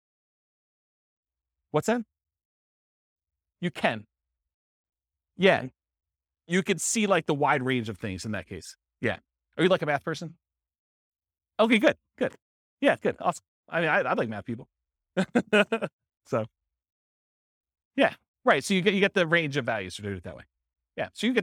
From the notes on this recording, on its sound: This was a live class recorded